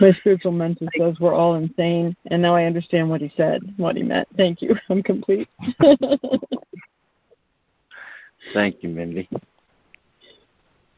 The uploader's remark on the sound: ACIM Daily Conference Call